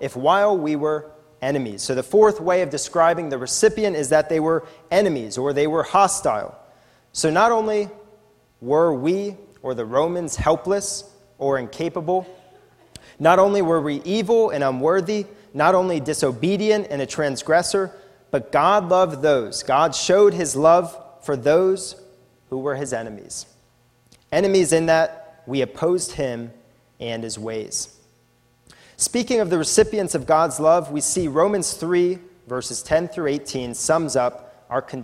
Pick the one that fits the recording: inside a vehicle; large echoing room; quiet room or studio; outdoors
large echoing room